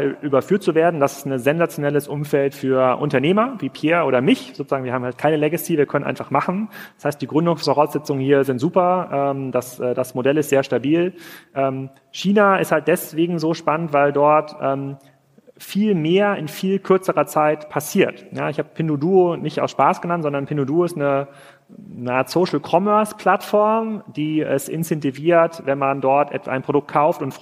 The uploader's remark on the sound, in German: live vom POL